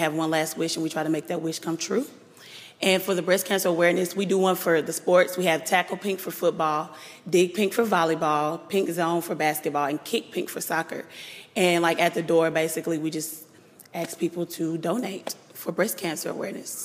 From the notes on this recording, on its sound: The show begins with a live audience at Texas A&M Commerce.